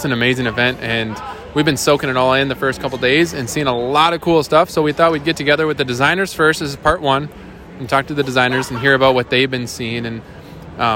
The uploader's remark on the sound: Live from IBS/KBIS 2022